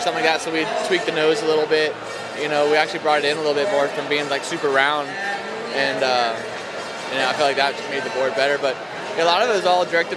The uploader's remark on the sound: This episode was recorded at The Boardroom Show.